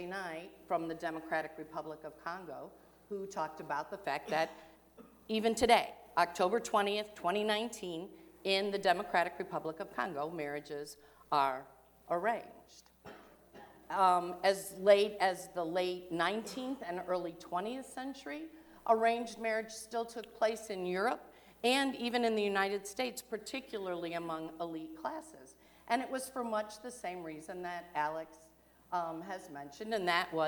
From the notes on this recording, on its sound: during the 9:00 AM service on Sunday October 13, 2019, at First Presbyterian Church of Arlington Heights, Illinois.